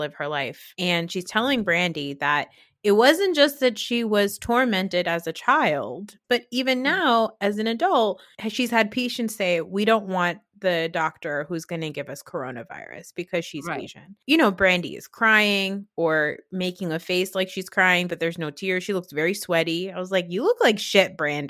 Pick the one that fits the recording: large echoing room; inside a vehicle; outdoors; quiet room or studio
quiet room or studio